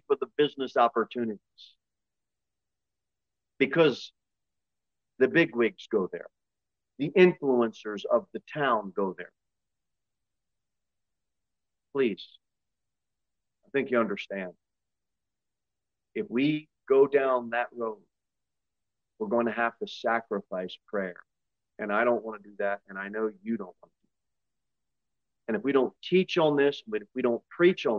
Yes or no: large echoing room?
yes